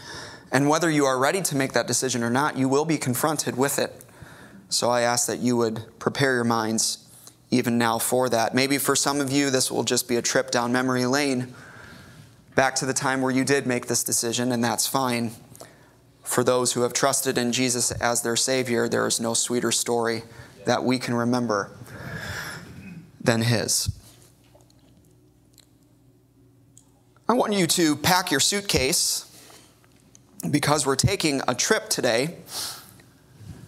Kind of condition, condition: setting, large echoing room